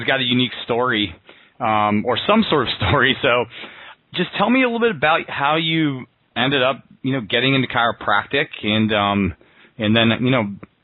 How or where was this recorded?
phone line